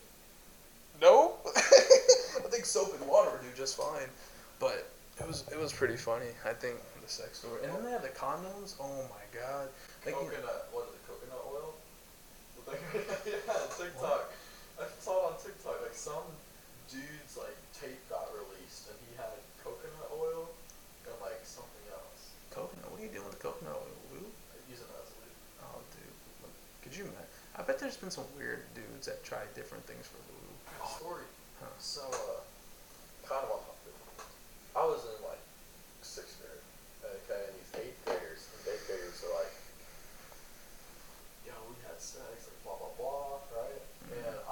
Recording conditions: poor sound quality